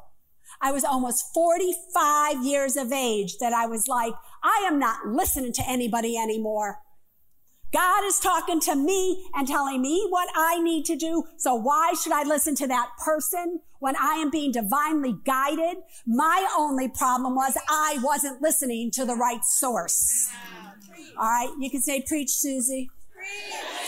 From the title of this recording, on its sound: Live From The Apollo Theater